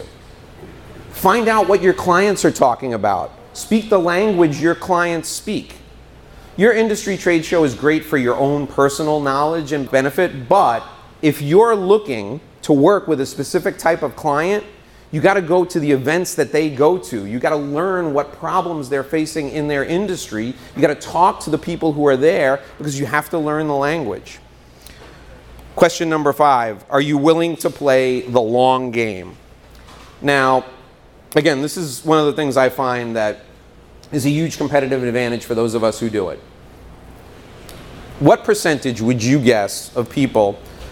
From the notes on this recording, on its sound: Today's show is a live talk. In front of an audience in Florida.